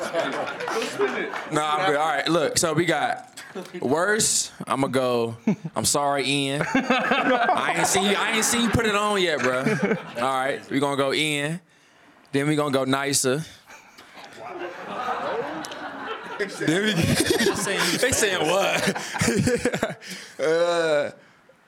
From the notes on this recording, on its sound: A live audience in Studio C.